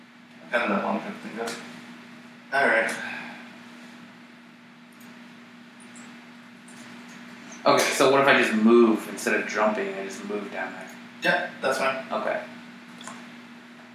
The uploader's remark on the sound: due to an audio malfunction the recording of this episode is very poor.